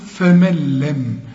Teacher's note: النون تلغى وكأنها غير موجودة عند الوصل · Term: إدغام كامل بدون غنة